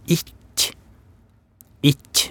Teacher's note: så presser jeg, jeg på en måte fremre delen av tunga opp imot den harde ganen, mm, og, så, og, så slipper den.